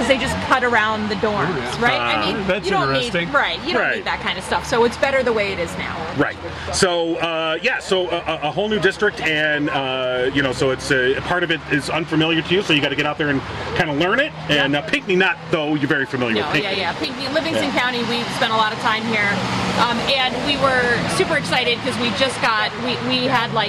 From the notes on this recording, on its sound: We were live from Downtown Pinckney for the annual St. Patrick's Day Parade!